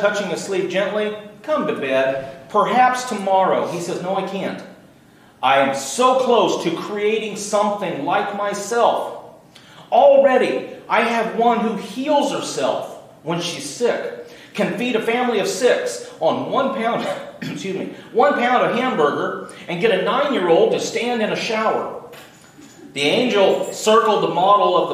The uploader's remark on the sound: Recorded Live May 13th, 2018.